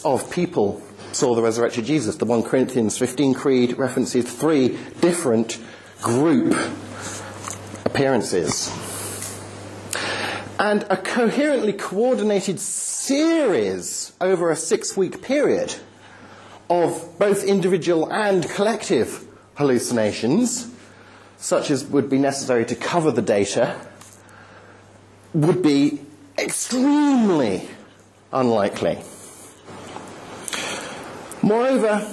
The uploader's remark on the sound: End of term talk at the 2010 'Reasonable Faith' course, Highfield Church, Southampton.